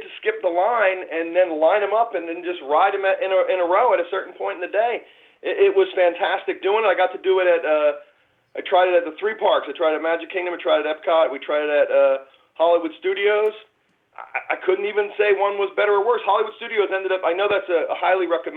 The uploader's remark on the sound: This is the Live Call-in Show from this past Sunday night.